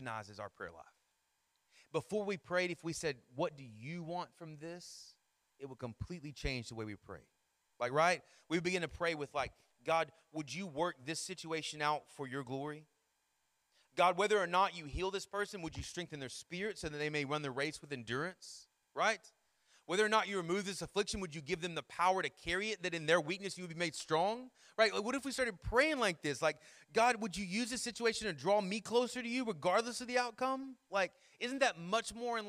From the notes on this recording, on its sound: Sermon Audio from our Worship service